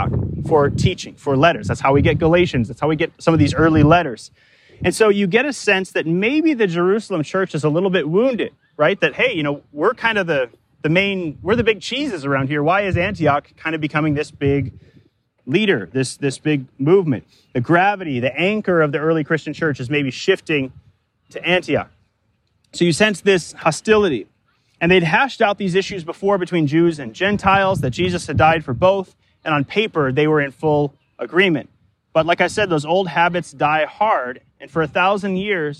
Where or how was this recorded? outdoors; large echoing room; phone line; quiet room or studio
outdoors